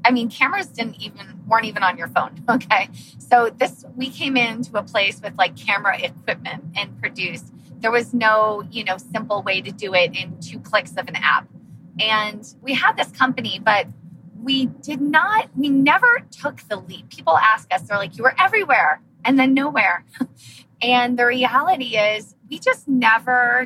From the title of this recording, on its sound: Car Edition